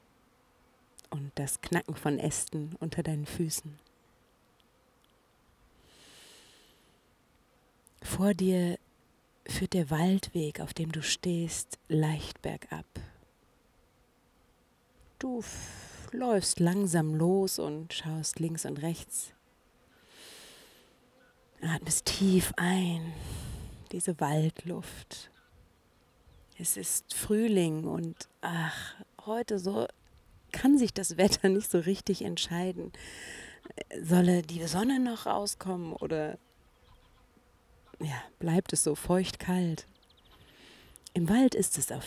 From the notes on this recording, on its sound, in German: Kleine Flucht auf einen Frühlingsspaziergang (Uckermark II). Und stell Dir vor, es ist die erste Episode, die ich im Freien aufgenommen habe. Alle Hintergrundgeräusche von Vögeln und leider auch einem Flugzeug ; sind echt. Sie lassen Dich voll eintauchen in die frühlingshafte Uckermark auf einem Spaziergang, der direkt hinter dem schönen Ferienhaus "Studio Uckermark" losgeht.